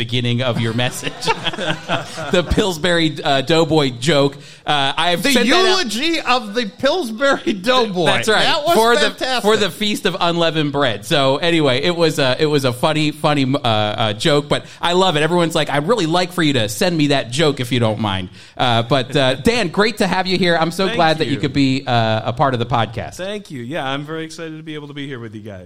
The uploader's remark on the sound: With a live studio audience.